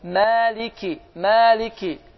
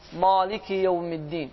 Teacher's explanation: Malik deyil, Məlik, incə. · Shown in: first take